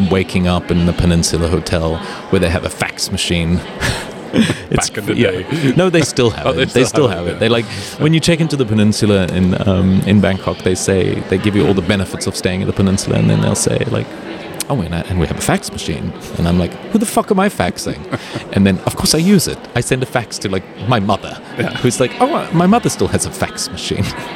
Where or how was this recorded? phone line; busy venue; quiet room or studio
busy venue